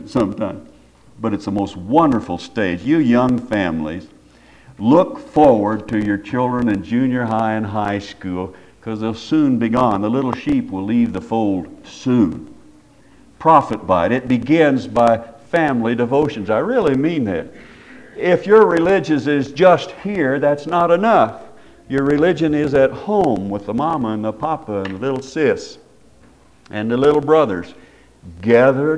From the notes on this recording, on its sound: Preached at Paradise Valley Christin Church.